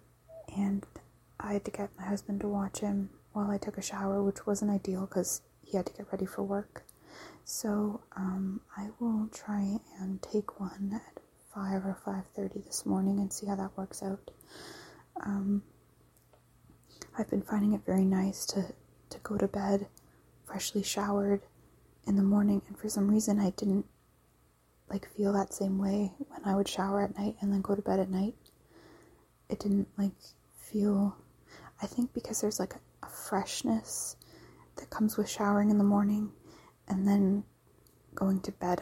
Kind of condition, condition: fault, sounds in the background